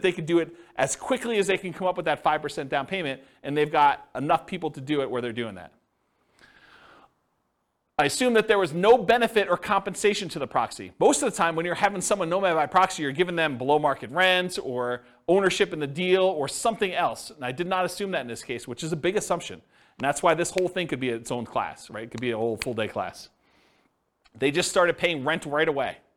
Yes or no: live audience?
yes